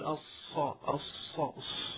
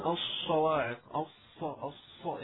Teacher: ليس من الشفتين وليس للشفتين اي دخل في نطق الصاد، لانه اذا استخدمنا الشفتين في نطق الصاد يعني ضممنا الشفتين يخرج صوت اخر ربما شيء من الشين وهكذا. فالفرق مثلا عندما ننطقها بضم الشفتين يكون الصواعق او الصا